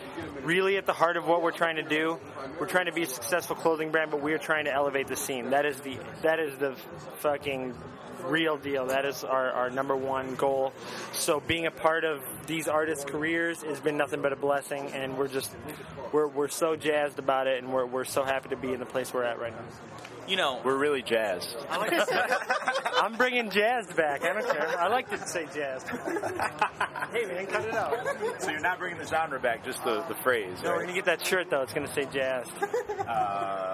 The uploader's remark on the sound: interview recorded at the lifestyle brand's mix tape release party at Beauty Bar